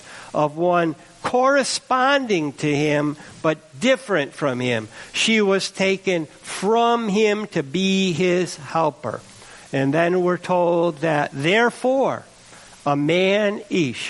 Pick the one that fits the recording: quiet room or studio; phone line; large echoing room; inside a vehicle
large echoing room